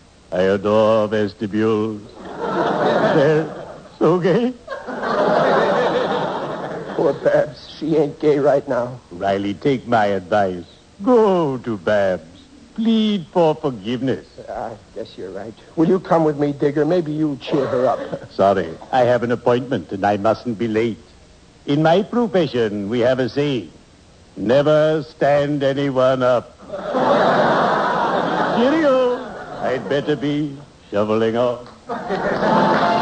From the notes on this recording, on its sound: The program was broadcast live with a studio audience. It was usually greeted with howls of laughter and applause from surprised audience members.